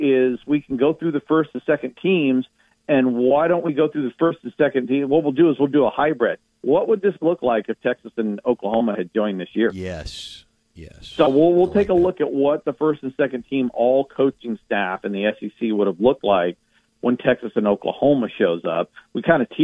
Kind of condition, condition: link, phone line